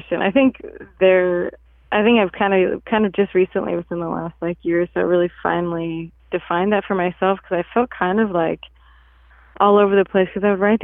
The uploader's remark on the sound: By phone.